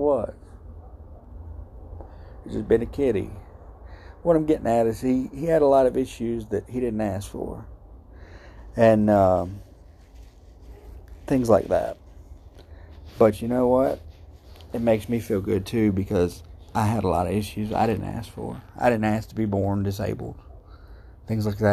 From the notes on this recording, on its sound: Live from THE GHETTO! Sitting outside at 3am.